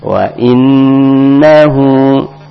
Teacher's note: Wa innahu lihubbil khairi la syadid. Di sini nun bertasdid juga, maka dengan berdengung dua harokat tanpa ditekan